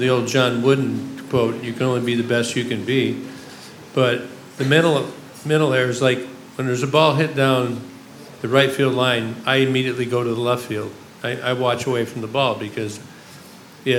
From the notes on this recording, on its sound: Sat down in front of an audience.